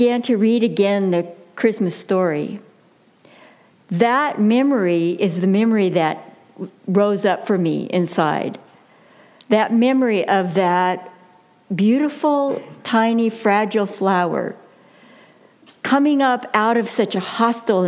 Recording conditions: large echoing room